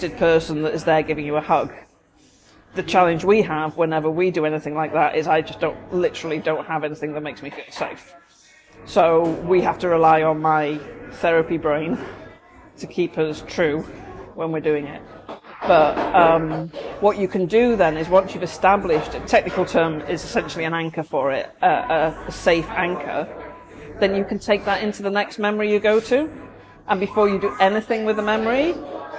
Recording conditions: background noise